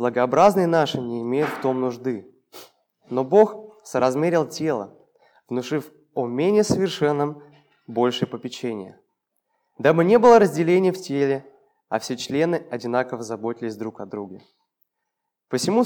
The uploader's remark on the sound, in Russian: Полная запись богослужения